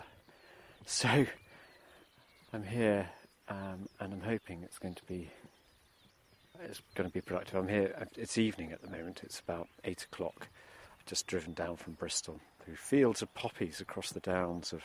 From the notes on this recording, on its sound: Discover the glorious sounds of an English summer on Martin Down in Hampshire.